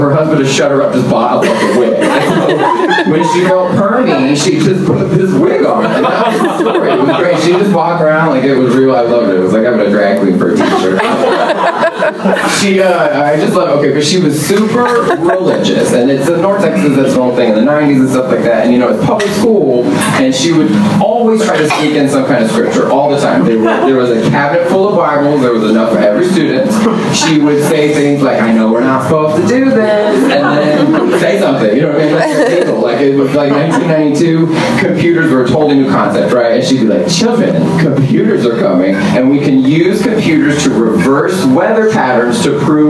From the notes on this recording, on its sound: Live from Genuine Joe's